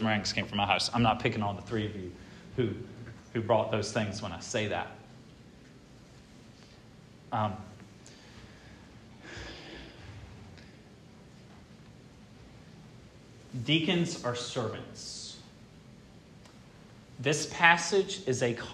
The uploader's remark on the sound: This sermon was preached at Hope Fellowship